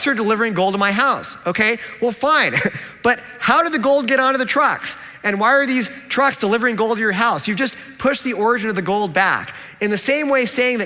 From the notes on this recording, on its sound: a Q&A with his original audience